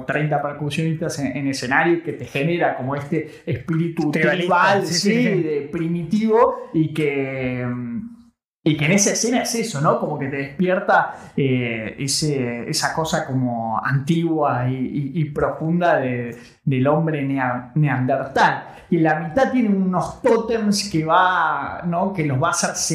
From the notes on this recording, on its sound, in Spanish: el audio salio con un poco de eco